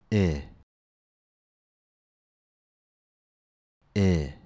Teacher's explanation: Both I and E are high tongue positions, but the main difference is that for I, our tongue is slightly lower, and the center part is more relaxed. If your I sounds too much like E, then you probably need to lower and relax the center of your tongue just a little bit. · When we pronounce I, our tongue should be high, forward, and the center of the tongue relaxed. Our lips should be neutral.